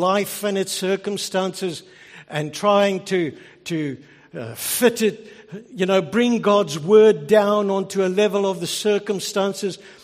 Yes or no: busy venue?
no